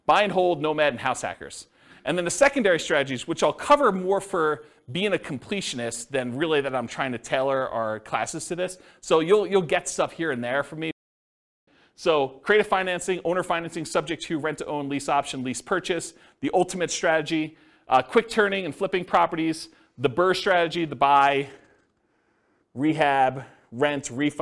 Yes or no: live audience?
yes